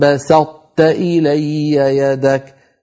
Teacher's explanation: نطبق على طاء ثم نفتح على تاء